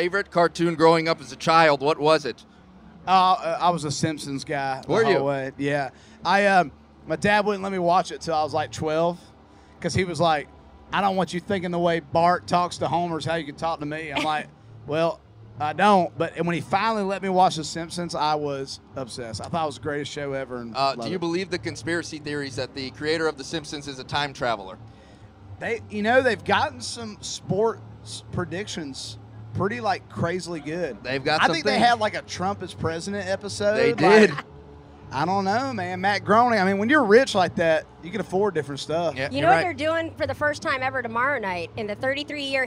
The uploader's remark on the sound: at Tortuga Music Festival